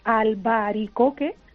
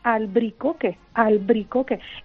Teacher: Y nosotros decimos albaricoque para algo que deberíamos decir albricoque, albricoque. Hemos insertado esa vocal. Ese fenómeno se llama anaptixis. · Shown in: first take